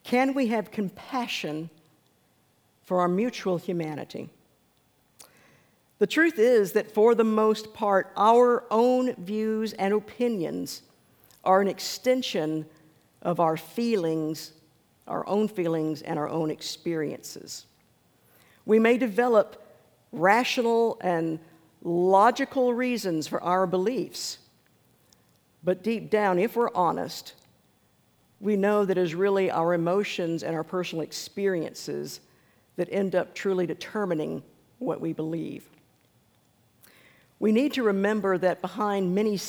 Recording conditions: large echoing room